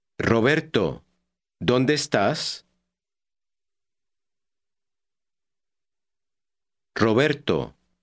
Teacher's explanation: When an R occurs at the beginning of a word, it is rolled or trilled more than usual.